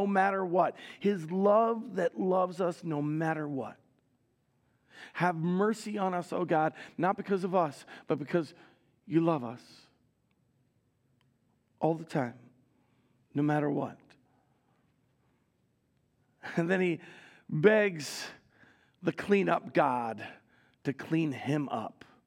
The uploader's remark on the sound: Recorded live at Word of Life Church in Le Sueur, Minnesota, on June 25, 2023